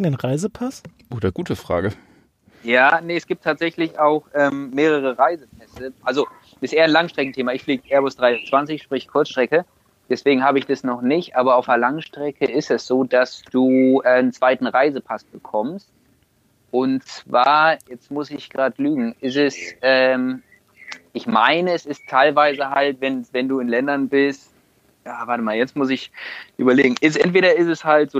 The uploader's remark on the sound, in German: Haben wir nicht nur das rollende Podcast-Studio ausgereizt - natürlich mit gebührendem Abstand und offenen Schiebetüren. Auch per Telefonschalte lassen wir uns nicht lumpen.